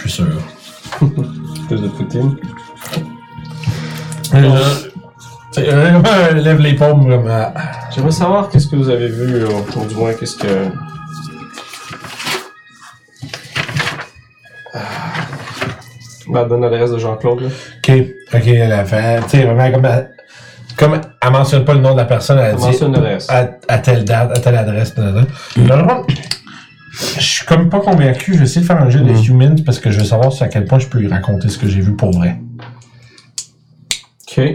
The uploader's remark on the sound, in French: Vous remarquerez que nous avons eu quelques problèmes de son pour cet enregistrement. Micros : Audio-Technica AT875R Console Behringer Xenyx X2222USB.